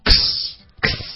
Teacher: 要把这个科和斯的音融成一个动作，xx。OK，前面加一个 e 的这个元音，一个大写的 i，它的发音是 e e xx。对，那这个后面呢，我们就